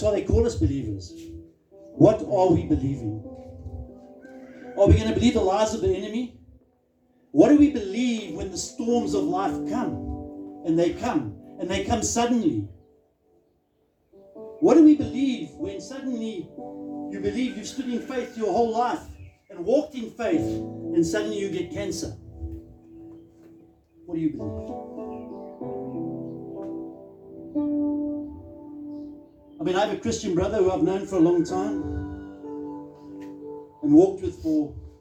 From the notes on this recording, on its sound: Recorded live on 15 October 2023 at Love Beyond Church.